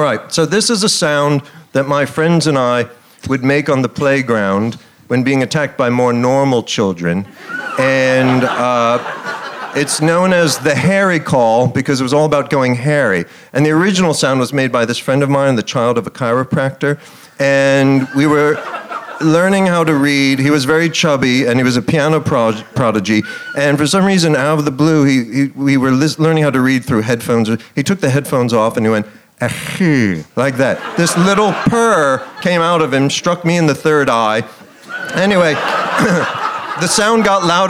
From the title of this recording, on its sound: Leicester Square Theatre Podcast